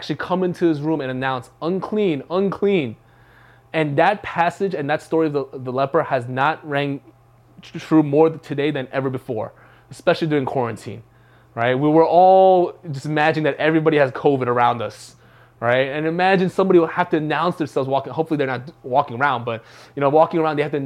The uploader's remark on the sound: from the February 21, 2021 Live Worship Service